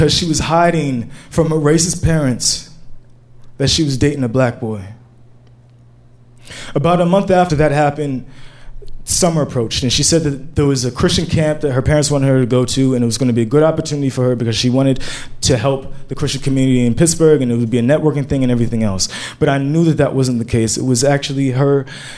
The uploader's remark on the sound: Live From Pittsburgh